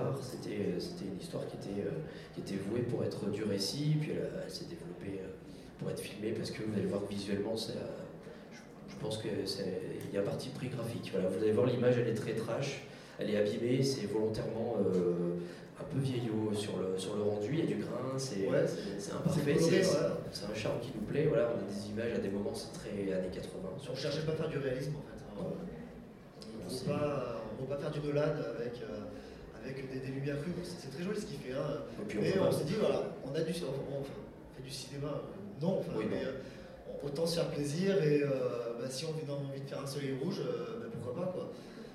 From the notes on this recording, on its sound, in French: Enregistré lors du TGS Springbreak de 2015.